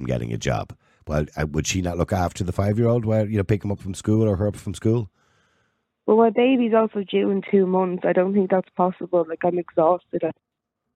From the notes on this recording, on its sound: Opens the phone lines, allowing callers to weigh in on this dilemma.